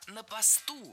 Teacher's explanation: Ударение вроде как стоит на своем месте. В слове «пост» всегда ударение падает на окончание, если оно не нулевое, конечно. Но не на посте, а на посту.